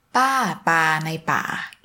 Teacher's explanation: so falling followed by mid and then the word in and then followed by low